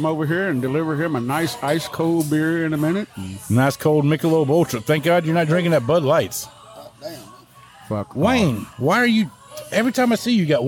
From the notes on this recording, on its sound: we drink some cold beers in the air conditioning of the Spring Tavern and have fun recording the podcast